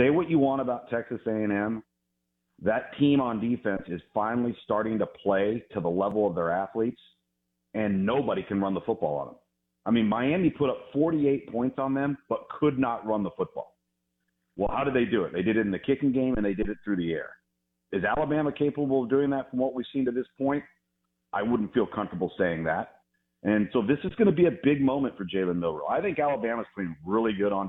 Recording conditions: phone line